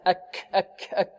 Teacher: الكاف من أين يخرج؟ أقصى اللسان، بين الحدك اللين والعظم والرخو.